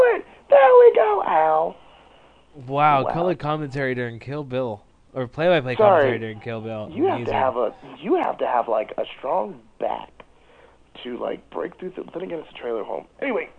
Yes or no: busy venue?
no